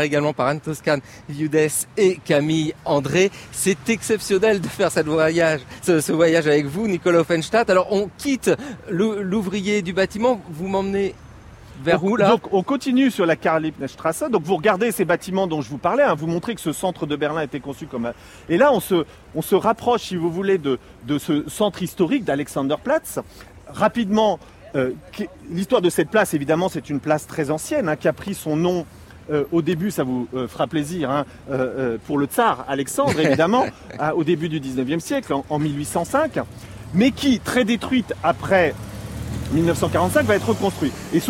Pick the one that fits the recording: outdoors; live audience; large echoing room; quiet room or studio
outdoors